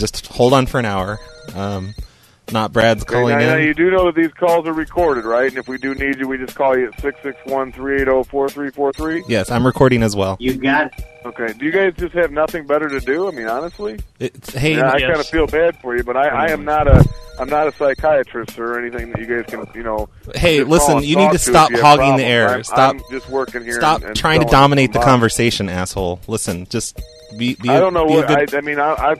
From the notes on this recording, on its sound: Prank Phone Calls